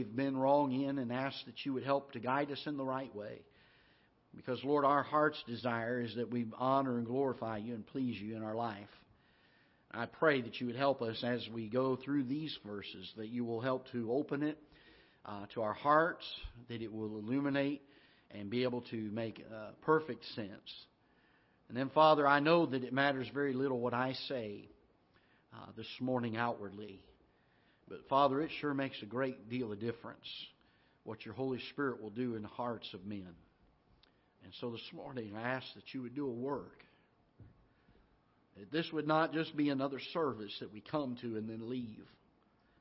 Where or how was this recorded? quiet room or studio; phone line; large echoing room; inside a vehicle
large echoing room